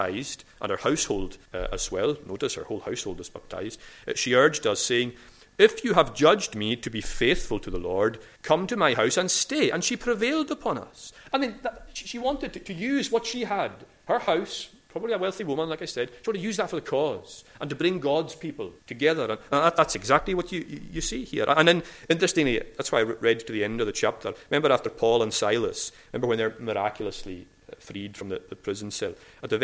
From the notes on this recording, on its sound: recorded at North Harris Free Church on the morning of Sunday 9th October 2022